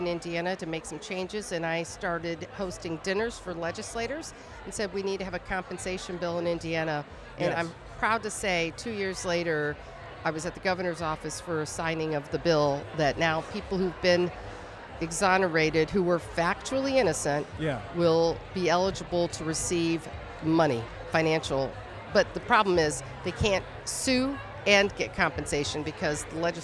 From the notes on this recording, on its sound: Live From Crime Con! LIVE from Podcast Row at Crime Con Orlando!